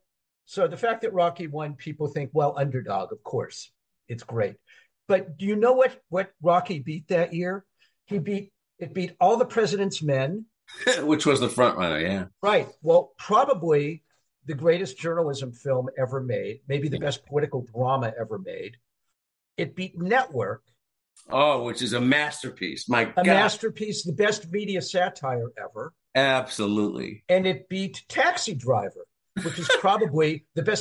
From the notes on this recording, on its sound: When a couple of Hollywood awards veterans (read: Medicare recipients) get together to slug it out on Zoom.